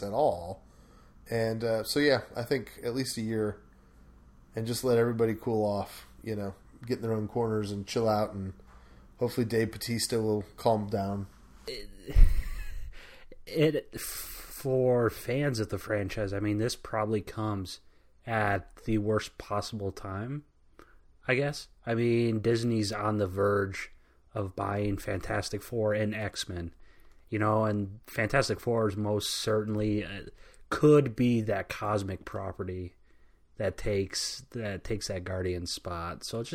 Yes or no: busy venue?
no